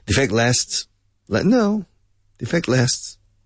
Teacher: In fact, native people, we usually just continue the S and we skip the T when we're speaking at natural speed